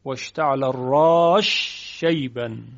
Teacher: حرف سین ادغام می شود در شین